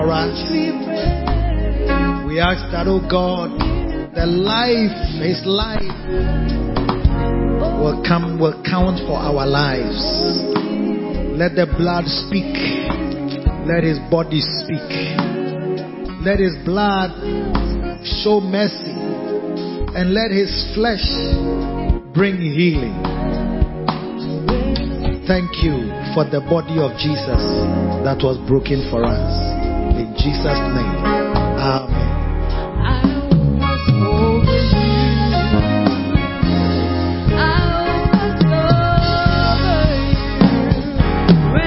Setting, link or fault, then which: setting, large echoing room